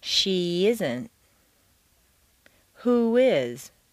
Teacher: Add a y glide after an e sound and a w glide after an oo sound. · Term: vowel-vowel liaison